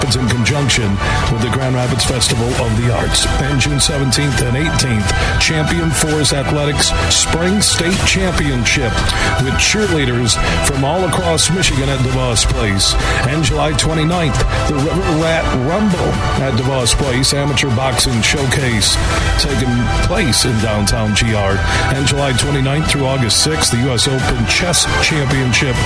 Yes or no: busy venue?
yes